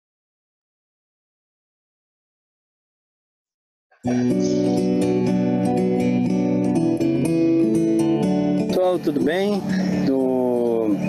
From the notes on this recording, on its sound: via ZOOM